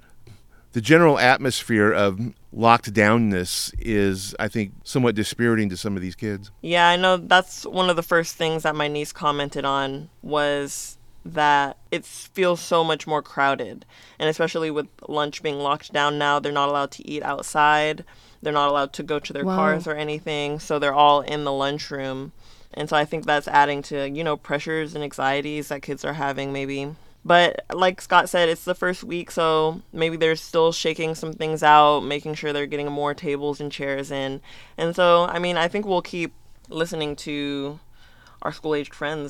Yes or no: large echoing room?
no